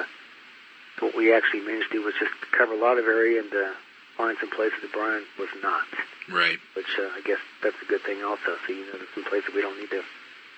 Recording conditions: phone line